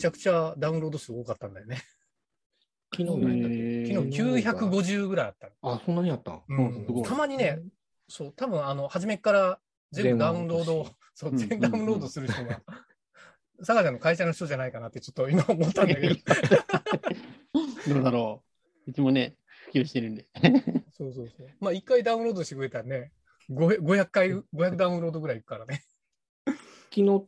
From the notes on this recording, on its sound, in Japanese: 年末の忘年会をzoomで行った模様をお届けします。